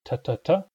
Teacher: The T sound is made at the tongue tip